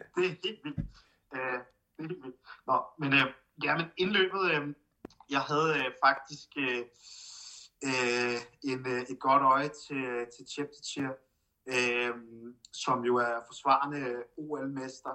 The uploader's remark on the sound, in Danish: Bemærk lyden hakker en lille smule på grund af den dårlig forbindelse.